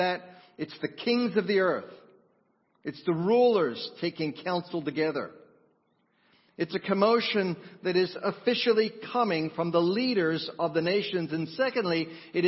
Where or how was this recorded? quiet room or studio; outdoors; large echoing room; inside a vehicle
large echoing room